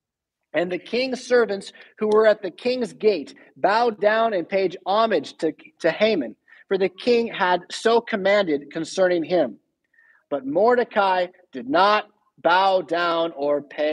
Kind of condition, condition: setting, large echoing room